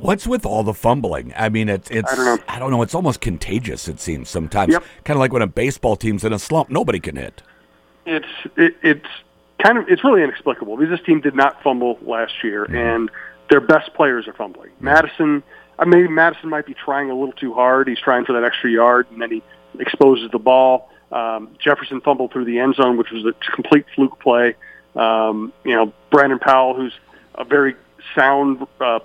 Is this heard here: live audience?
no